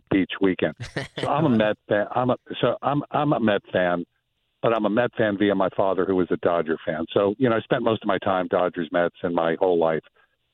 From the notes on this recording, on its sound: Met fans call in to give their thoughts.